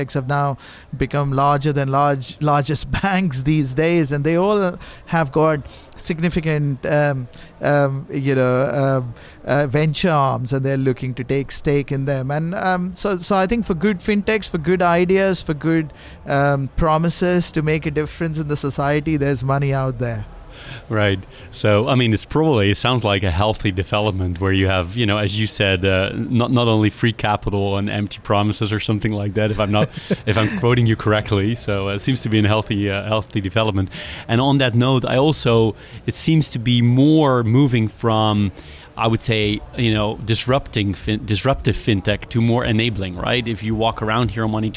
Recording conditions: busy venue